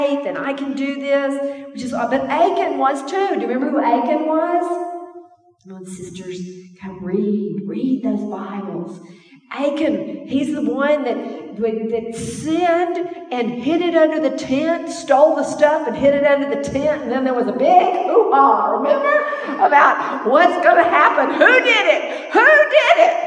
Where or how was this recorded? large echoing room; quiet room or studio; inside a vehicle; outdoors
large echoing room